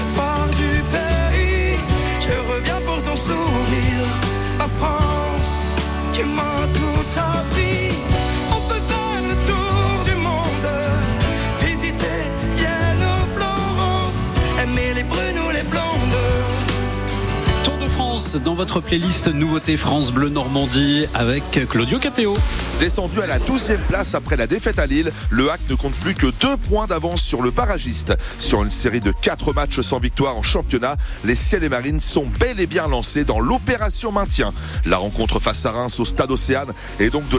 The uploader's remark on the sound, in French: Emission spéciale en direct du Salon International de l'Agriculture.